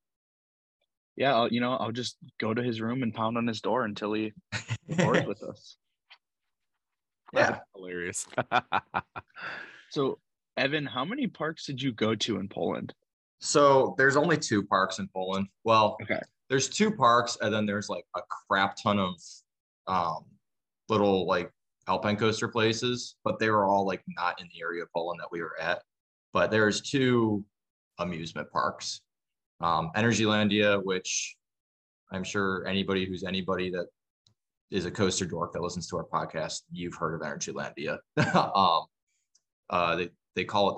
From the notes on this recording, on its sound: the audio for this episode is a little choppy